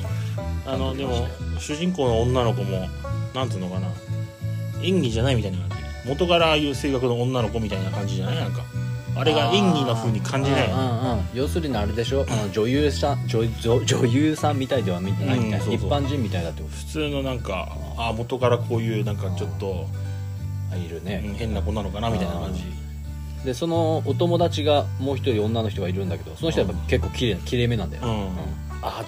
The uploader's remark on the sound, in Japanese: 雨の中の収録となった今回